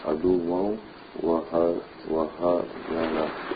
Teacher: You're pronouncing the noon, what remains of the noon is just the nasal sound · the actual tongue part of the n goes away because it's merged into the waw · Term: idgham